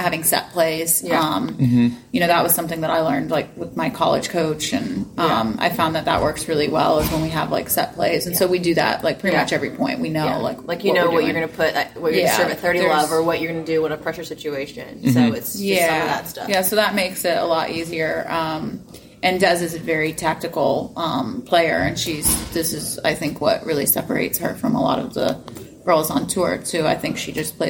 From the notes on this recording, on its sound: Interview from the Charleston Open. This is a very short conversation.